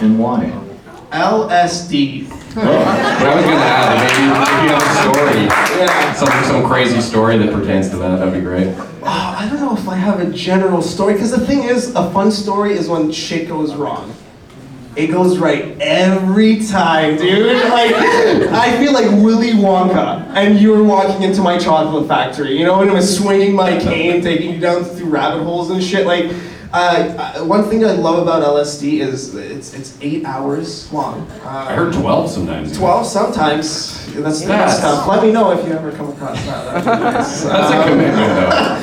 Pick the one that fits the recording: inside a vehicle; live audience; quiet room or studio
live audience